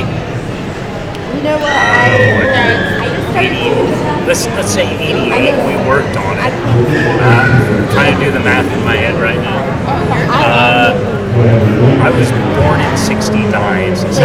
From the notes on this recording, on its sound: This episode was filmed live at Haunted Screams Expo